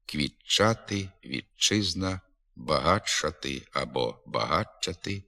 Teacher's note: Звук «т» перед «ч», «ш» переходить у звук «ч».